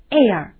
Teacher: 它发音的时候呢，舌位是从 a 开始滑向 r · Term: 开口双元音